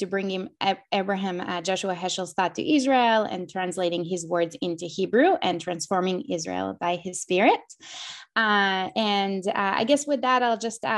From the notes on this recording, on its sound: This audio was originally captured from Zoom